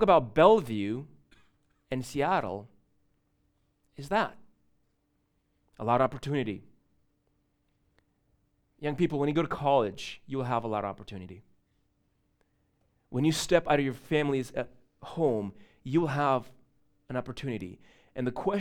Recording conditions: large echoing room